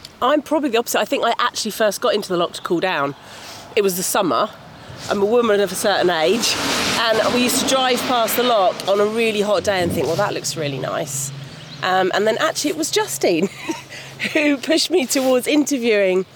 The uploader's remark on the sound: Out and about in one of Scotland's wildest regions. In this episode, we delve deeper into the West Highland Peninsulas for a chilly splash in Loch Sunart and a trip to the uninhabited conservation Isle of Carna.